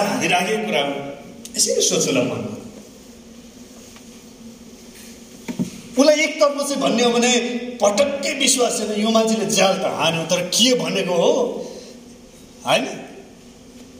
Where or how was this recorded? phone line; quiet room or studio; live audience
live audience